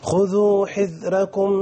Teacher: وحذركم رققت الراء هلاقي حد يقول لي ايه الراء مفتوحه وفي حاء مكسوره فهرقق بس منهم ذال ساكنه، هقول ماشي في كل الاحوال طول ما في عندي راء هترقق لورش وقبلها حرف مكسور بس بينهم حرف ساكن · Term: ترقيق الراء